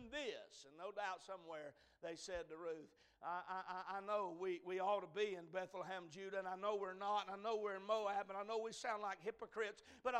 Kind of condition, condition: setting, large echoing room